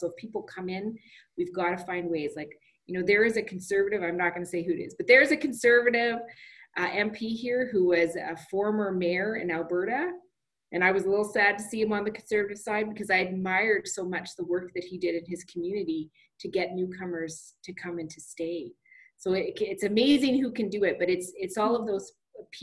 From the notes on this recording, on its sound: ZOOM townhall meeting /Cortes Radio broadcast with our MP.